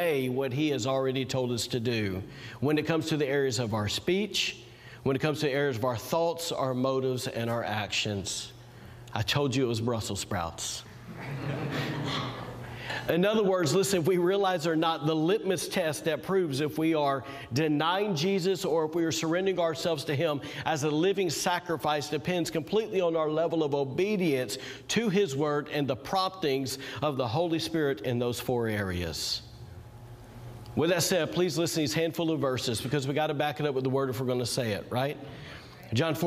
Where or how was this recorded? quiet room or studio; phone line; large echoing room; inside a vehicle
large echoing room